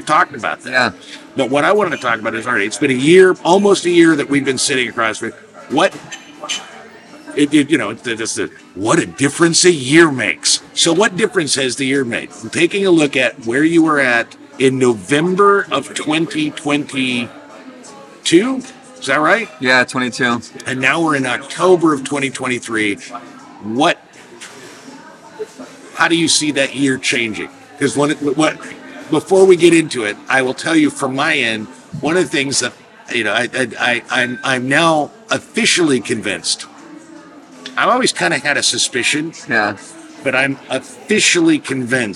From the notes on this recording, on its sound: Live from Little Goat Diner, Chicago. They recorded the podcast in a diner.